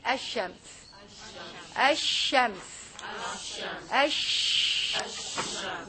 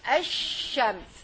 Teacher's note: You pronounce the letter alif. Then you pronounce the letter sheen, okay, with a shadda, doubled, very strong one